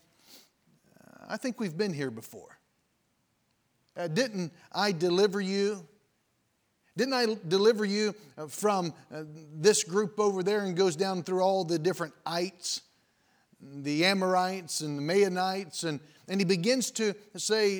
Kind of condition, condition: setting, large echoing room